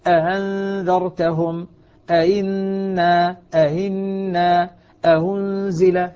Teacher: فالآن أحقق الهمزة الأولى وأسهل للهمزة الثانية، أأنذرتهم أئنا أهنزل، هذا تسهيل، هذا هو تسهيل الهمزة الثاني.